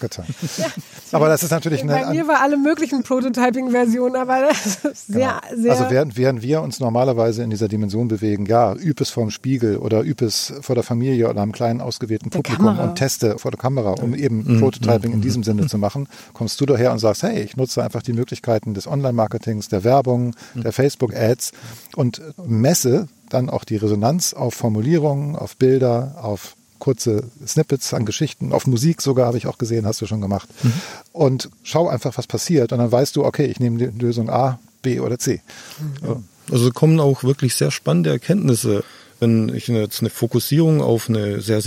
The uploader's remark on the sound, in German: Draußen im schönen Garten irgendwo in Brandenburg